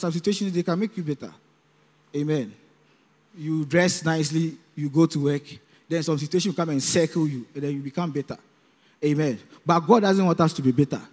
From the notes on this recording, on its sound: Preached at the Youth Service, Calvary Baptist Church, Adabraka